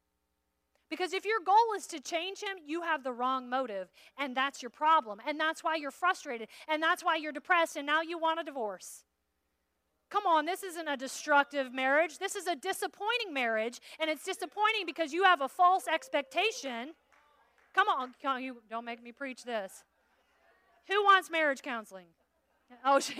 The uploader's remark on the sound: From session 2 of the West Side Story Conference